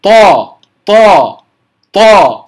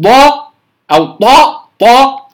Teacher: وأنطق بها بغير أن يجري الهواء ولا يجري الصوت بها · Shown in: first take